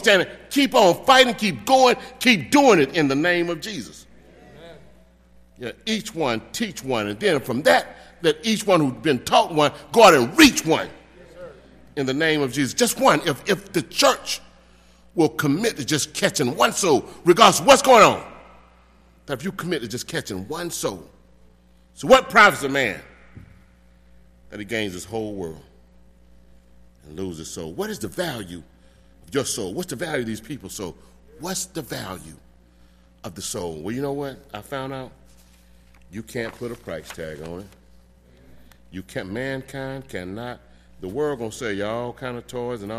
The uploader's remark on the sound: delivered the sermon for our 148th Church Anniversary service on May 27, 2018.